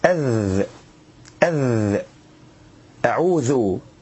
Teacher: الذال بيجي من طرف اللسان مع أطراف الثنايا العليا